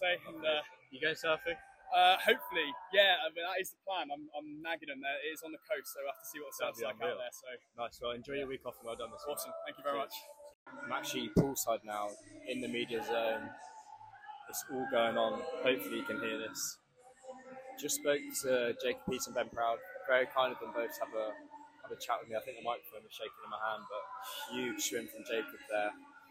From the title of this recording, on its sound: LIVE FROM BRITISH CHAMPS IN SHEFFIELD